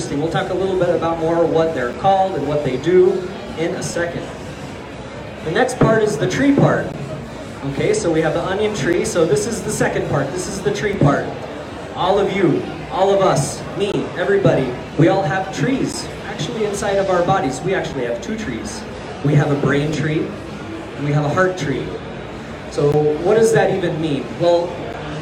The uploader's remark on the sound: Nerd Nite COS is held the 3rd Wednesday of every month at our host sponsor COATI UPrise. Please excuse the audio technical difficulties we encountered in this episode.